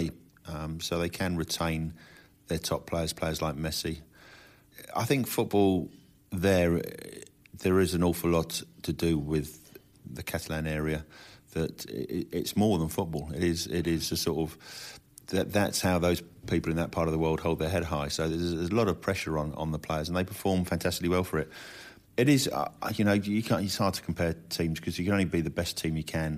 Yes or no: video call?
no